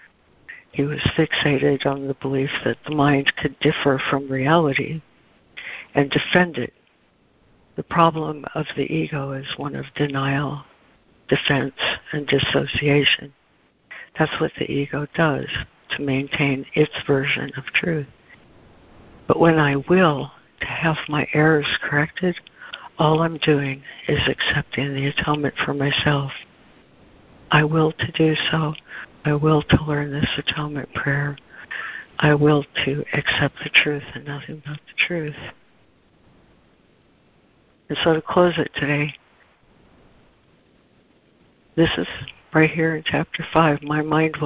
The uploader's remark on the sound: ACIM Daily Conference Call